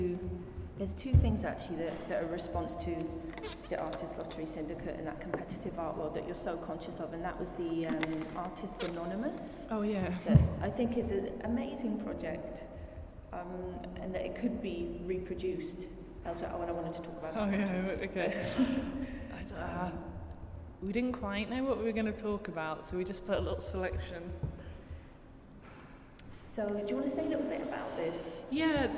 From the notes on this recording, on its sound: At Talbot Rice Gallery as part of Edinburgh Art Festival.